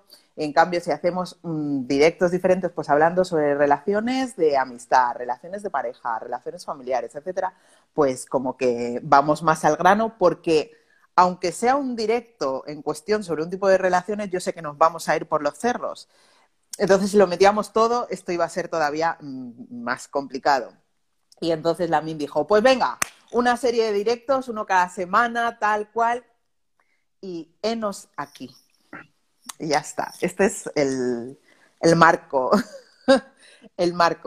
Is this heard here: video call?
yes